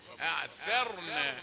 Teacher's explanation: وبعدين تيجي الراء مفخمه